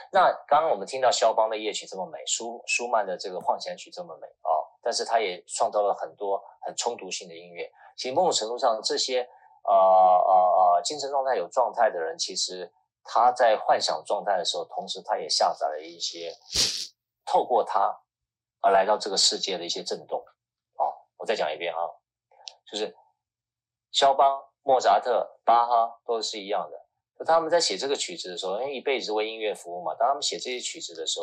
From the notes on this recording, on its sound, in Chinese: 本節目於2021.4.7於clubhouse上演說並現場錄音。現場錄音，原先只存檔用並無公開，音質上請多多包涵。